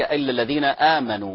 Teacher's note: مد البدل يمد مدا طبيعيا، وآمنوا الواو كذلك مد طبيعي كذلك